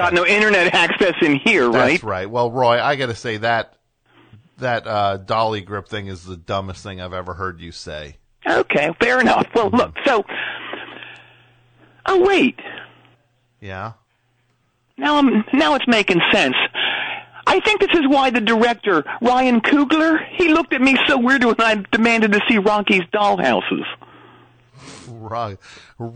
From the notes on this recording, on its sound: Call in from jail.